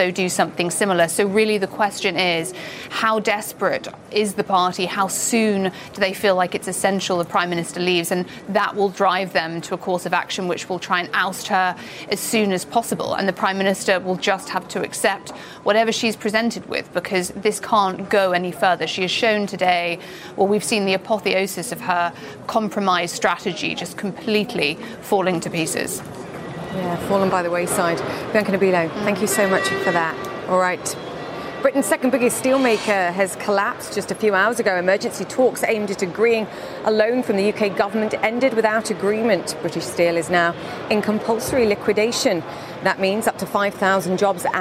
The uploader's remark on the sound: is live at the New York Stock Exchange